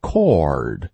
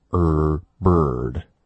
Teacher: 加了 r 之后，其实 or 是一个双元音，从 o 到 ror，而这里的 bird 它不是双元音